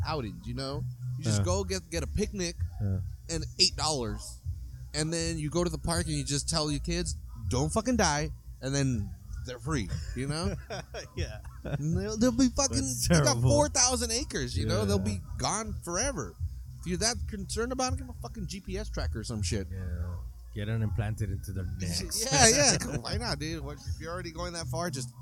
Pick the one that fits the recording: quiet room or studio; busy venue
busy venue